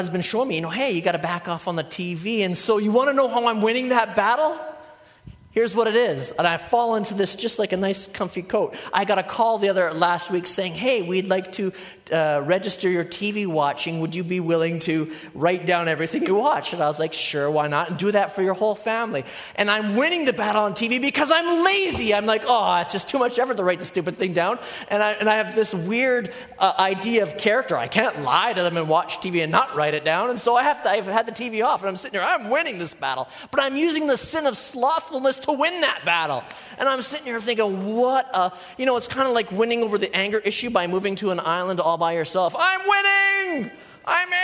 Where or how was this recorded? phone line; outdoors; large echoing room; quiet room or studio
large echoing room